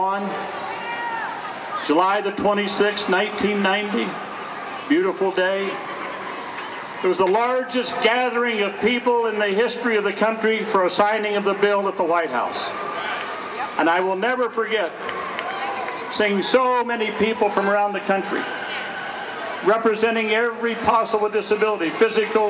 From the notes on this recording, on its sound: Podcasting live at the 2015 Disability Pride Parade in Chicago as part of the #ADA25Chicago.